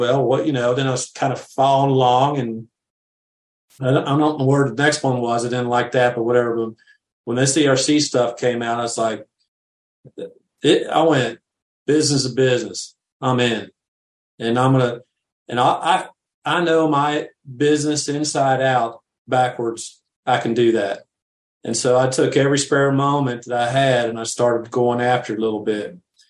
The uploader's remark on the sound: a behind-the-scenes session of a Zoom training